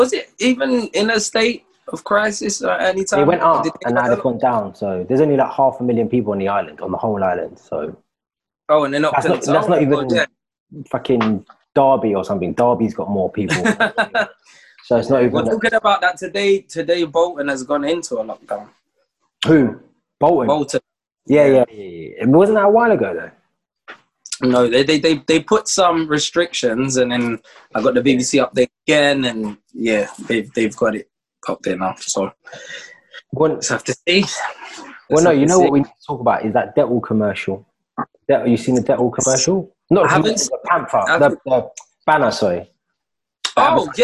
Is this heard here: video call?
yes